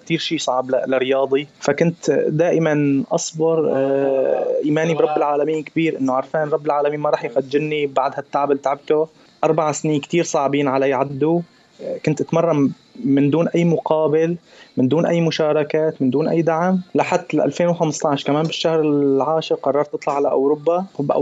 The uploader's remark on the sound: via Skype